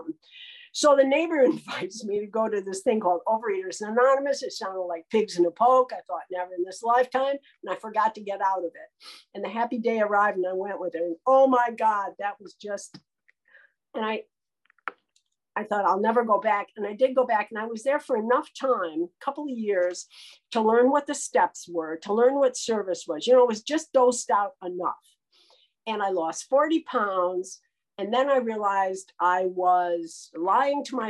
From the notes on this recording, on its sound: This audio talk by a member of GreySheeters Anonymous, a 12-Step program for food addicts. Spoke on the Sunlight of the Spirit Zoom meeting.